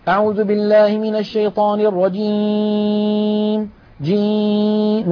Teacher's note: نلاحظ بأن الصوت قسم كبير منه قد خرج عن طريق الأنف، هذا لحن وخطأ، لا يستعمل الخيشوم ولا تخرج منه غنة إلا مع الميم والنون ولا ثالث.